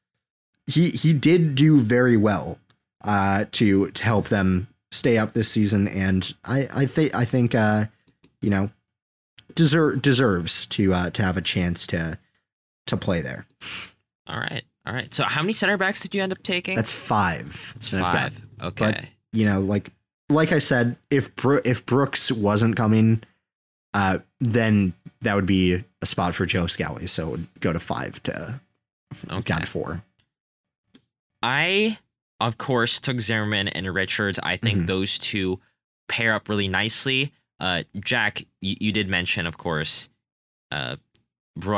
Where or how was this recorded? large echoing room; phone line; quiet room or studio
quiet room or studio